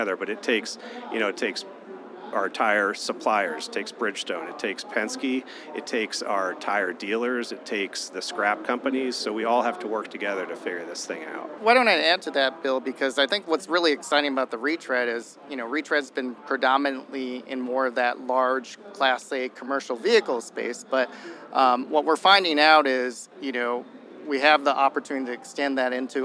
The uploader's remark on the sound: In this episode live from CES 2024